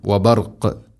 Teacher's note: വബർഖ് അവിടെ വഖഫ് ചെയ്യുമ്പോൾ ഖാഫിനെ ശരിക്കും കേൾക്കണം, കൽക്കല ചെയ്യണം